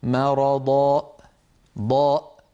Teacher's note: إذا قلنا ضاء وقفلنا الوترين الصوتيين خرجت همزة، فنترك الوترين الصوتيين مفتوحين مرضى ضاء ولا نغلقهما، والباقي ممتاز.